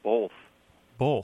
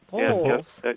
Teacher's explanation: You add an extra L sound right in the middle